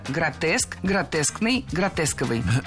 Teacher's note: предпочтительным вариантом будет слово «гротескный» с однозначным ударением на втором слоге. Вариант «гротесковый» тоже допустим, но ударение на втором слоге сохраняется.